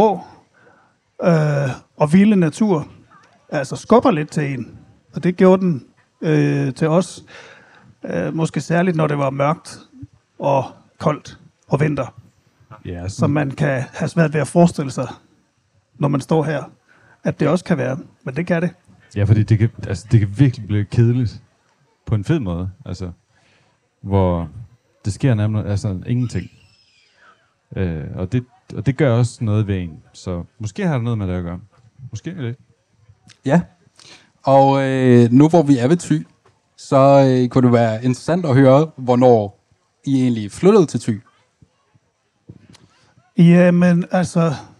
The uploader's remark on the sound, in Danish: Lyt til livepodcast fra Alive Festival - 100 procent ufiltreret!